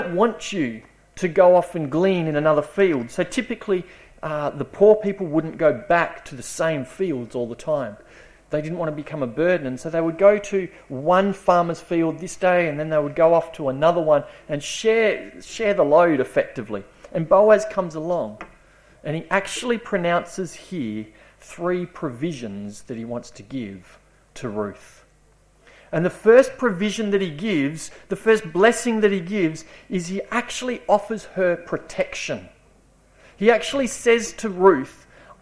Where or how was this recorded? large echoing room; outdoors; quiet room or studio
large echoing room